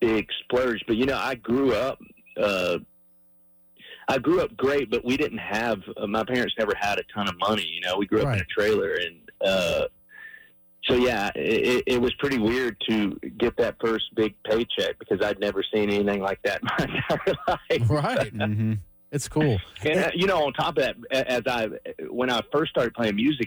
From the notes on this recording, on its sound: Called in to the morning show for an interview.